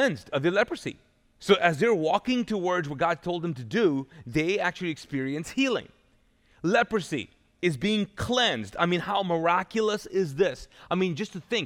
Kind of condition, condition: setting, large echoing room